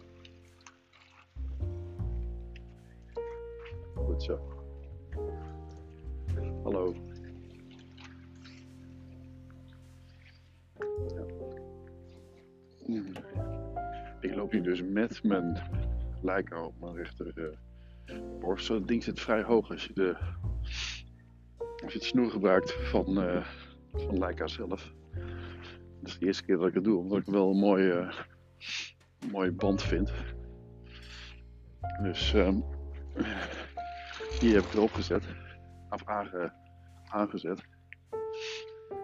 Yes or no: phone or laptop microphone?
yes